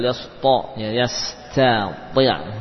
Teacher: Jadi jaga huruf ta, jangan sampai tebal.